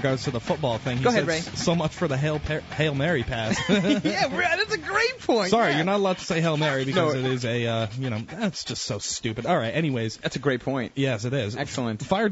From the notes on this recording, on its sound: take a few phone calls